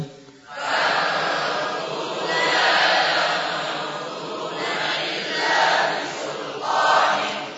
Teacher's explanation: ikhfa nun pada fa, bibir bawah mendekati dua gigi seri atas